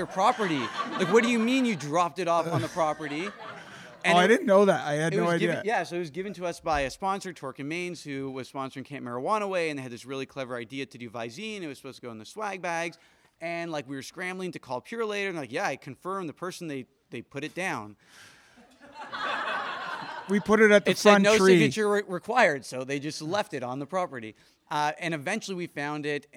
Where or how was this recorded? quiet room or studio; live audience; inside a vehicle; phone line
live audience